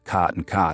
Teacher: half of Americans rhyme the words C-O-T and the words C-A-U-G-H-T